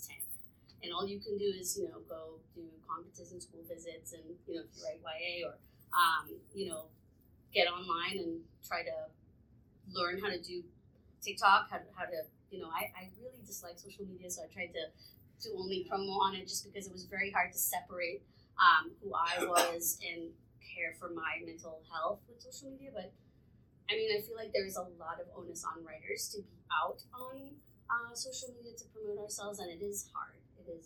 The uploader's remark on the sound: Live from the 2022 Historical Romance Retreat in San Diego. This episode was filmed and recorded from an iPhone and is presented unedited (but mastered).